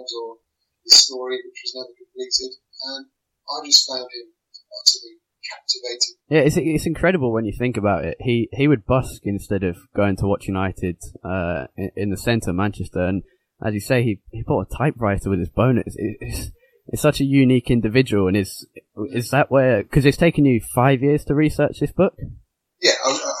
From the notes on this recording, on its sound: Apologies for the poor quality of sound in this episode.